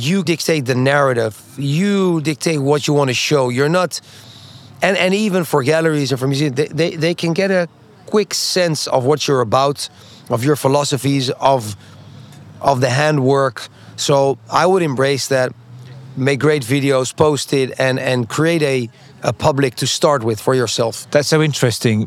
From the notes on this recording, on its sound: on location at this year's Art Miami